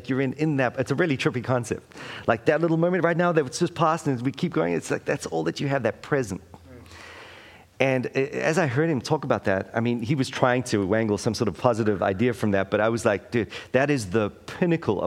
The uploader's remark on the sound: LIVE! Taking the opportunity at A29 conference to experiment with a live episode.